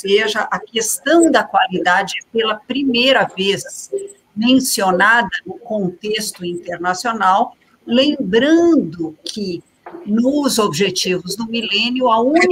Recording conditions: busy venue